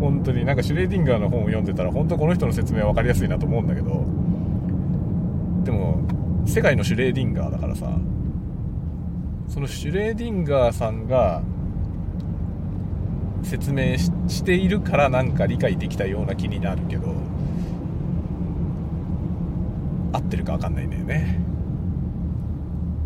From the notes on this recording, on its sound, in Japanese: ドライブの道中でいろんな思いを語る。使用マイク：ZOOM M3 MicTrak。Stand.fm。